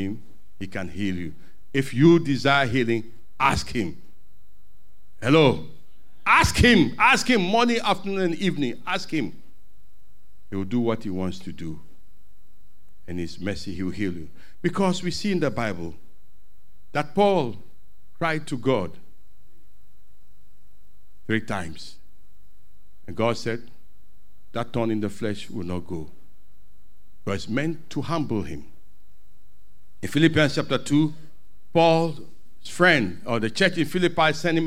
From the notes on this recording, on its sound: Sermon preached at CBC Shiashie Campus